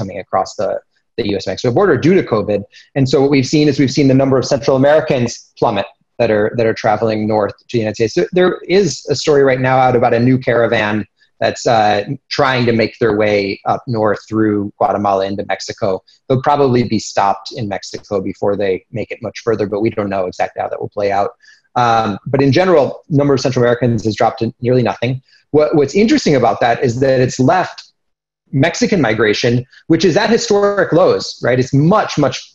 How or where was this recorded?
video call